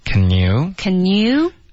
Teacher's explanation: 我们还会连着发这个 n 跟 you 连着 · Term: 连读